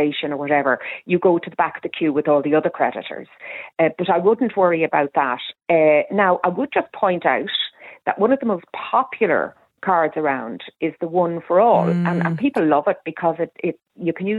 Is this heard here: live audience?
no